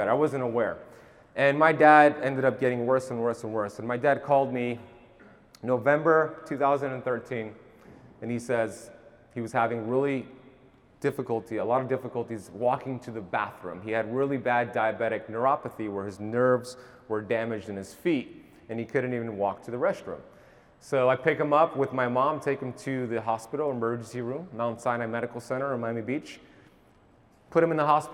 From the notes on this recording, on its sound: 40 minute keynote lecture at KetoCon Austin 2022